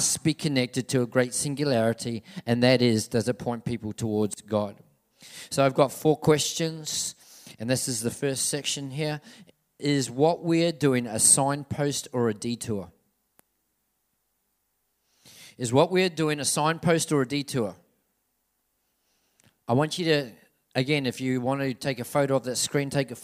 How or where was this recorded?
large echoing room